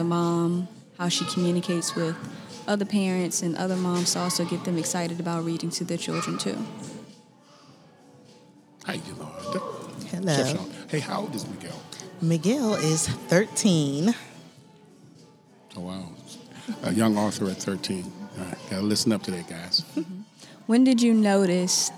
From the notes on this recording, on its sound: Interviews happened onsite at the Washington DC Metropolitan Police Department during the annual community Book Bash event.